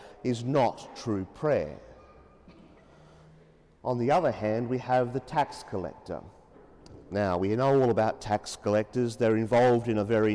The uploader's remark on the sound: As preached during the 9.30am Mass in Sacred Heart Cathedral, Hamilton.